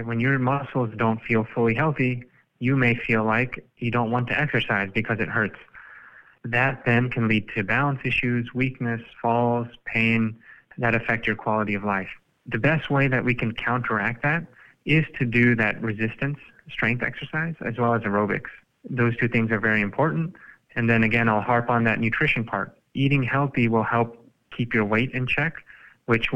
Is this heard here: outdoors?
no